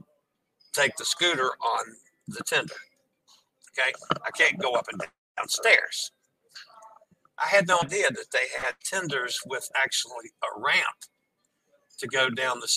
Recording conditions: inside a vehicle